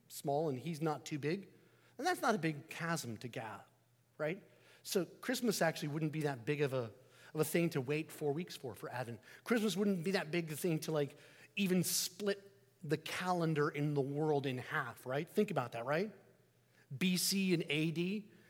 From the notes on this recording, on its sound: Sermon preached at 1030am, 24 DEC 2023 at St Peter the Fisherman, NSB.